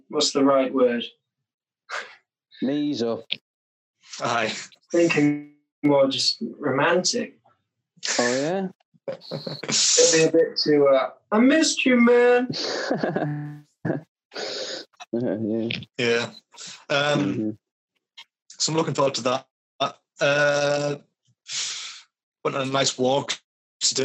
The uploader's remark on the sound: sorry for the slightly worse audio this week, my internet connection did me real dirty this week.